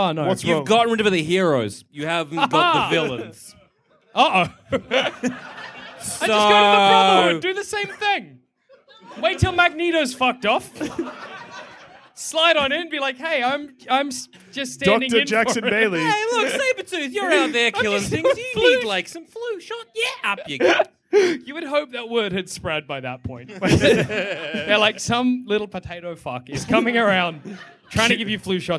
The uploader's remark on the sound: Our very first interstate live show, recorded somewhere in Sydney.